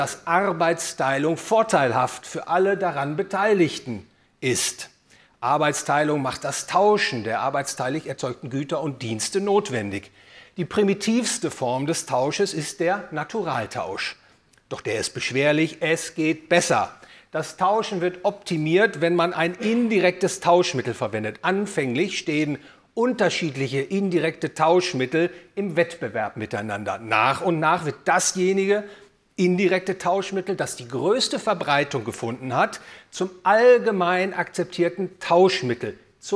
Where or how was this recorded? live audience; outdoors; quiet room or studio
live audience